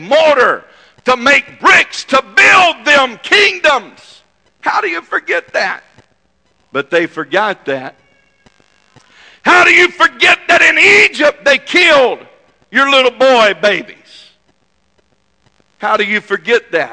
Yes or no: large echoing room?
yes